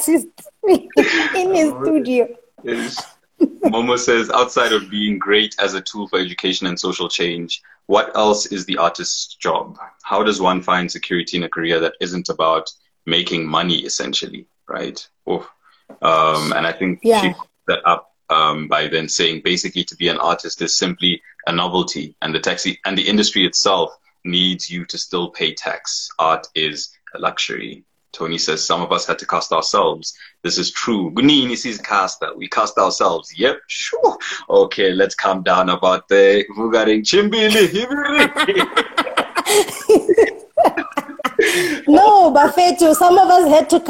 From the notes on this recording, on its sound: recorded on Instagram Live on the 9th of October 2020